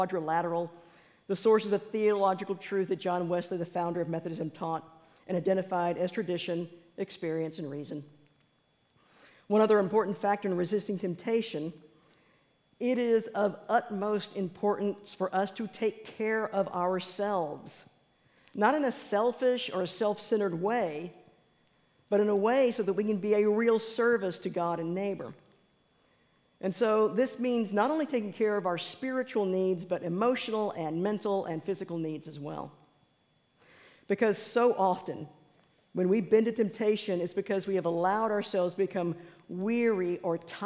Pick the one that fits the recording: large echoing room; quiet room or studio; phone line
large echoing room